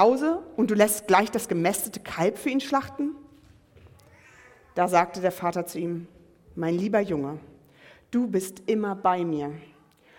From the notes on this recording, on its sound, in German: Predigt im Rahmen des GreifBar+ Gottesdienstes